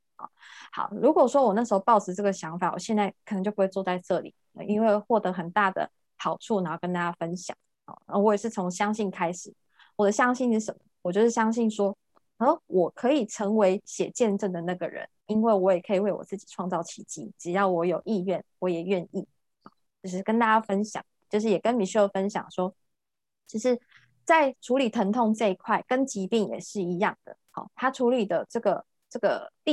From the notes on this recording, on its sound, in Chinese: 聊聊好心芹ZOOM線上公益講座。